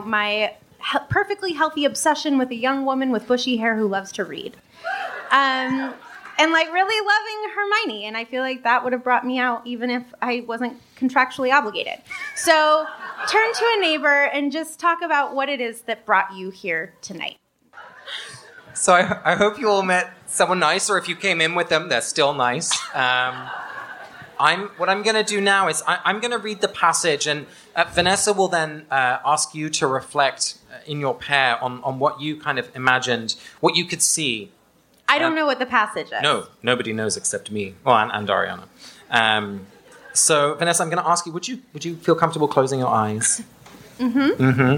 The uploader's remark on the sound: Special Edition: The Live Show. The audio quality is not ideal, but you still can get a sense for what it was like to be in the room.